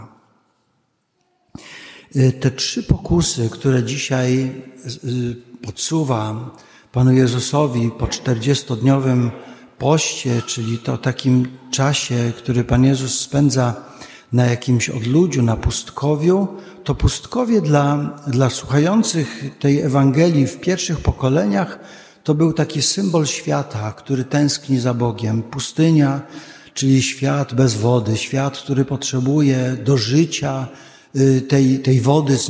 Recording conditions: large echoing room